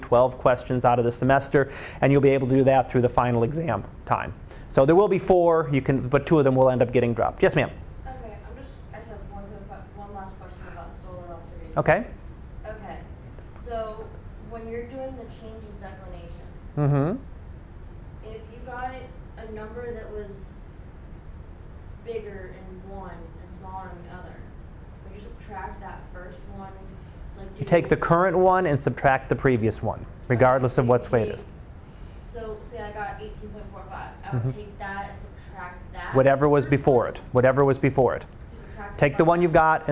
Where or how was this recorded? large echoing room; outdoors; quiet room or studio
large echoing room